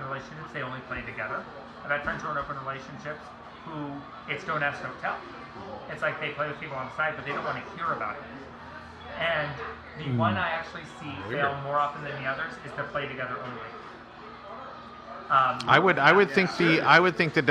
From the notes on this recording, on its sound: This episode of Beer Plus 3 comes to you live from Maggie's Pub in Ferndale, Washington where the beer and talk never stop flowing. Because this is our first time recording in a public location, there are some "issues" with the audio that start about midway through.